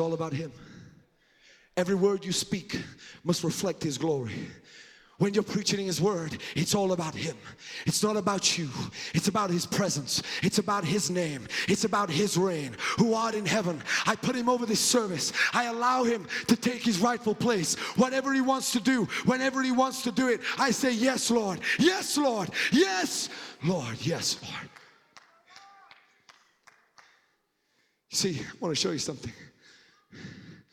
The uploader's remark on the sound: The Lord's Prayer is a powerful sermon recorded during the Bay Revival. The Bay Revival is a spiritual awakening of the Christian faith that started at the Church of His Presence in Daphne, Alabama.